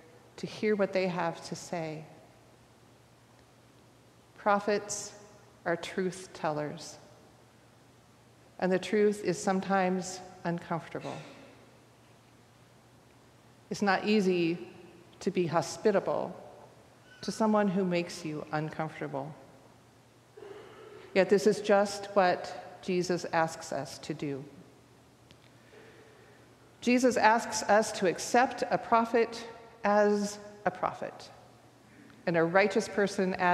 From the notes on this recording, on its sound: recorded live at the 10:00am service on Sunday, July 2, 2023